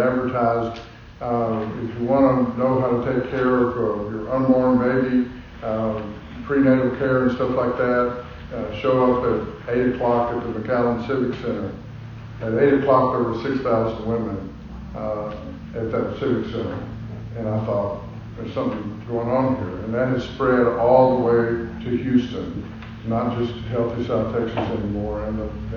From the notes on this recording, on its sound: Highlights from the Texas A&M news conference in McAllen. The address of the Texas A&M University Higher Education Center at McAllen is 6200 Tres Lagos Blvd., McAllen. Here is an audio highlights package from the news conference.